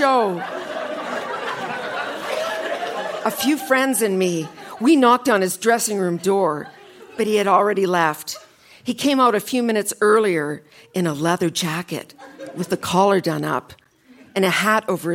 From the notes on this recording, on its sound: Recorded live at The Artesian in Regina.